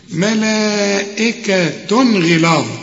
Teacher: الغين دي من حروف الإظهار، يبقى هنا ما فيش غنة